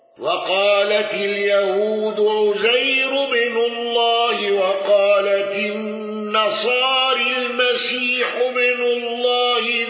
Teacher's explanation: السوسي بإمالة راء النصارى وصلا